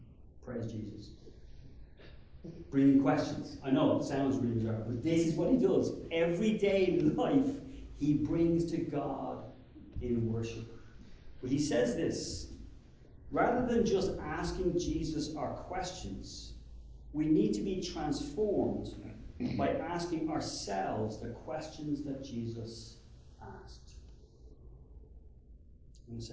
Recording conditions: large echoing room